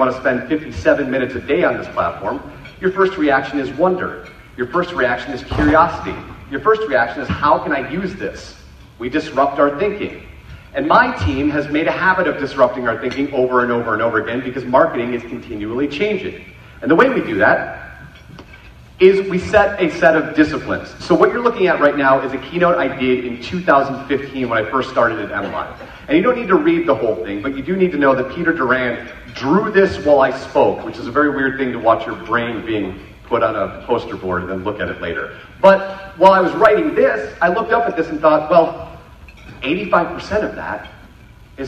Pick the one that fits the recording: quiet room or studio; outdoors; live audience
live audience